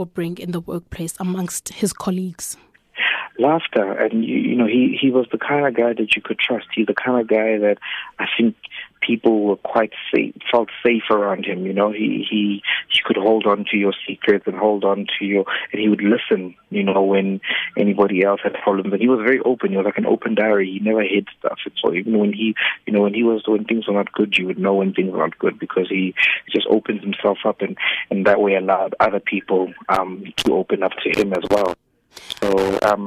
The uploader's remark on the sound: Telephone interview